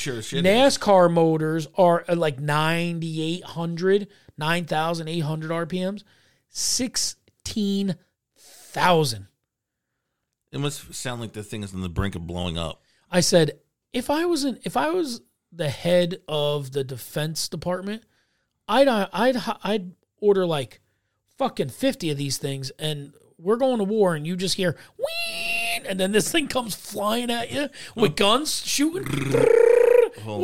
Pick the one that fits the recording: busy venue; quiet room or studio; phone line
quiet room or studio